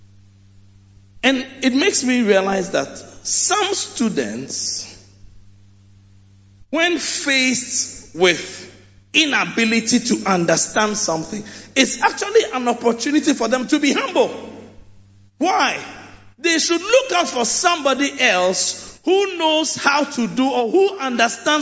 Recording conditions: large echoing room